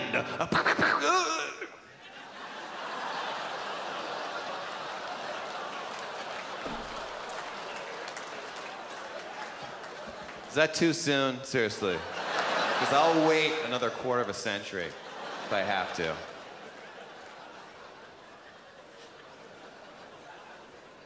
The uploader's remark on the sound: performed by the 2006 Just for Laughs Festival in Montreal